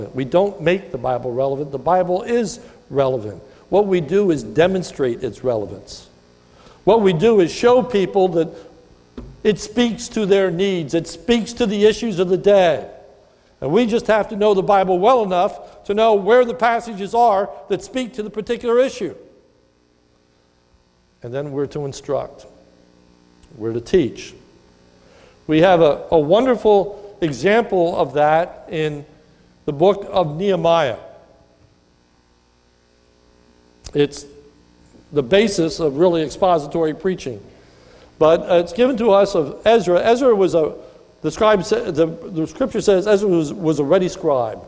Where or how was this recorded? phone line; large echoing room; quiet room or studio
large echoing room